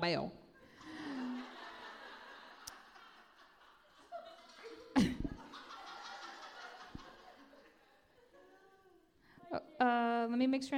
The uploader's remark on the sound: Hot Seat Recording from Sasstastic Live! This special live episode.